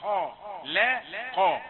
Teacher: التنبيه على مراعاة ترقيق اللام لأنها بين الخاء والقاء، خاء لا قاء، يعني الفم تتغير فتحته.